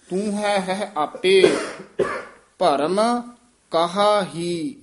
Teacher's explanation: ਇਹ ਕਹਾ ਹੀ ਇਕੱਠਾ ਨਹੀਂ ਕਹਿਣਾ, ਕਹਾ ਹੀ ਵੱਖਰਾ ਉਚਾਰਨ ਕਰਨਾ